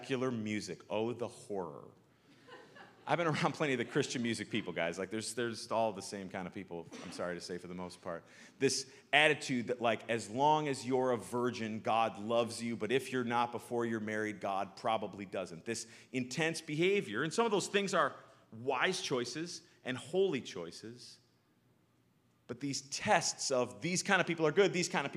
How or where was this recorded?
large echoing room